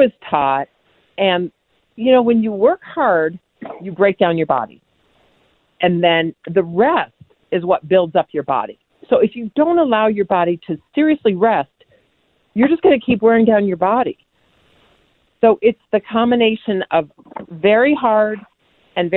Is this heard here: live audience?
no